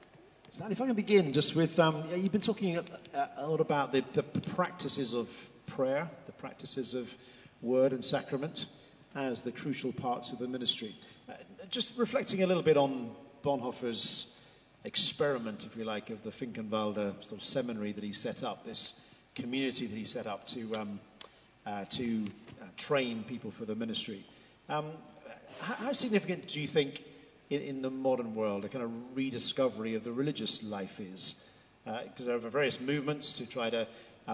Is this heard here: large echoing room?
yes